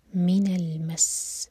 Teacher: سین پر ہم رک رہے ہیں تو سین پر ہے شدہ، تو تھوڑا سا ٹائم دیں گے تاکہ شدہ ظاہر ہو سکے